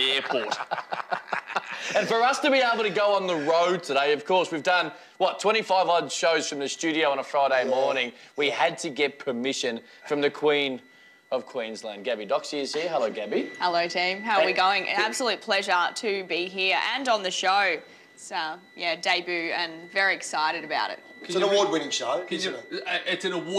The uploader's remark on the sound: live on track at Eagle Farm